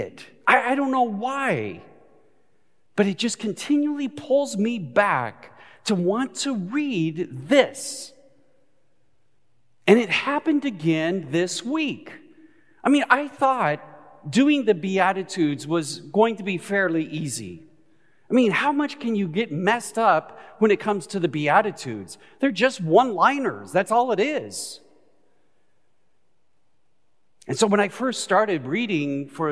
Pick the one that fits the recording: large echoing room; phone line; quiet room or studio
large echoing room